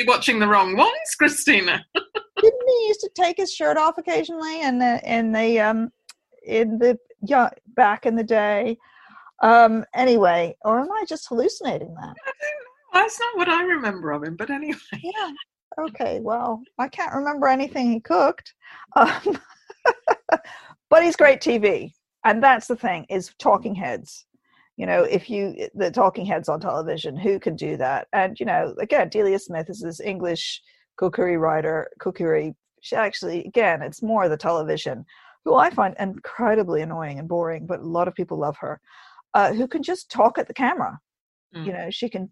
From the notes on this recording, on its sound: Naturally, we're both in lockdown still, so this was recorded over Zoom.